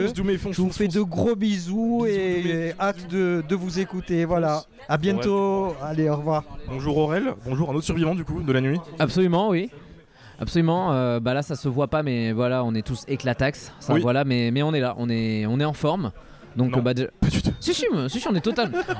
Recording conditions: busy venue